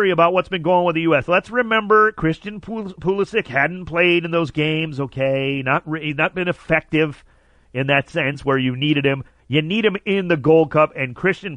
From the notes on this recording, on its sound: called in to chat